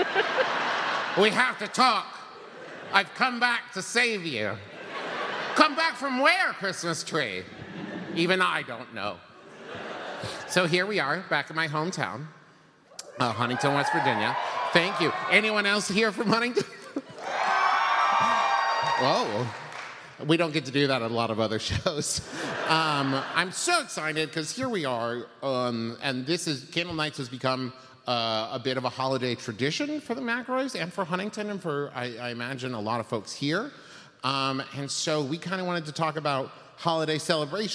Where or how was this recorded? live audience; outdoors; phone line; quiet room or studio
live audience